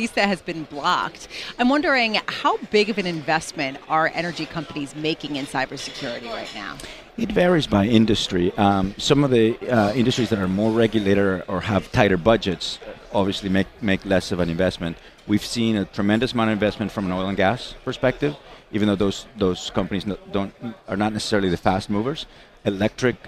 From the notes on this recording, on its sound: Broadcasting Live from Bloomberg's New Energy Finance Forum in NYC.